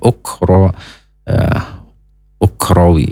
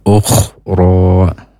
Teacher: Ukhro, nah, kho-nya mendengkur. Jangan sampai menjadi huruf ghoin, atau menjadi huruf kaf · Shown in: second take